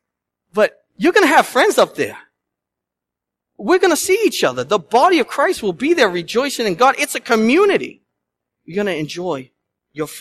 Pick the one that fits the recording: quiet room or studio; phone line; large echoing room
large echoing room